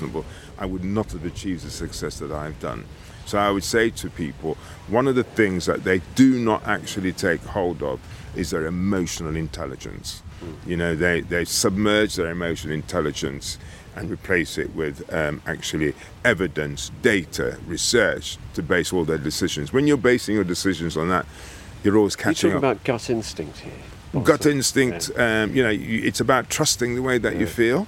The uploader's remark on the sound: An inspiring walk and talk